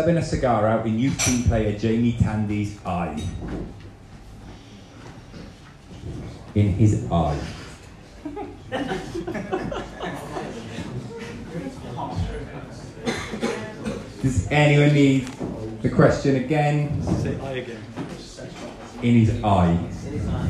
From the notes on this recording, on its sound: Live at Little Man Coffee. Our 4th live show of the year and our third football quiz in aid of The Wallich from Little Man Coffee in Cardiff.